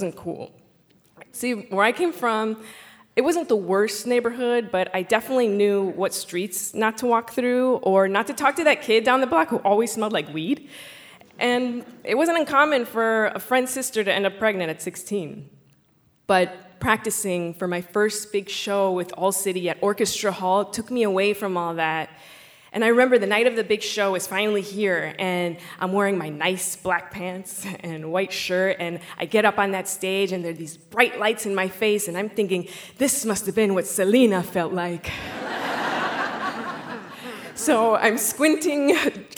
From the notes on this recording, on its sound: Live from Santa Barbara. A special live edition of The Moth brought to you from the Lobero Theater in Santa Barbara, California.